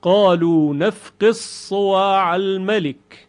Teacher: نفقد ادغام دال در حرف صاد، نفقد صواع می شود نفقص صواع الملك